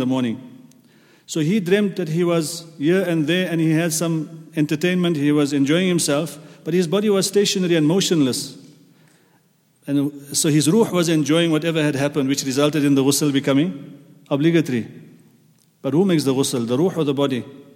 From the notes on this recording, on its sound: at the Houghton Masjid (West Street)